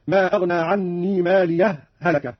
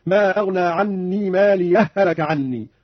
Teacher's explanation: لجميع القراء السكت بين الهاءين أو الإدغام، هكذا ما أغنى عني مالية هلك، هذا هو السكت، ما أغنى عني مالي هلك عني، وهذا هو الإدغام.